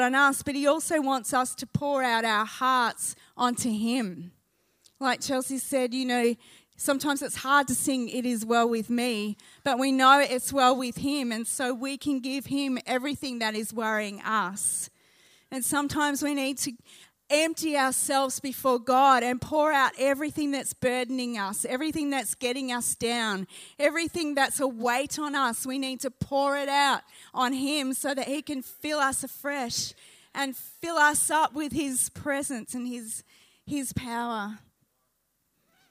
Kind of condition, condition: setting, live audience